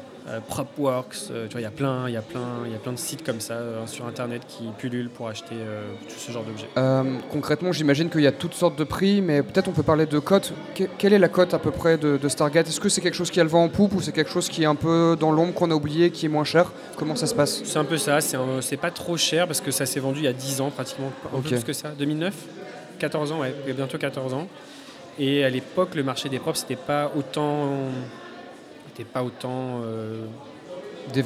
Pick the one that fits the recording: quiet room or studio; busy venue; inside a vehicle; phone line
busy venue